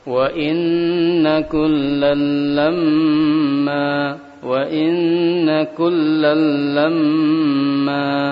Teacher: lamnya ketemu lam juga tidak dipanjangkan, langsung dimasukkan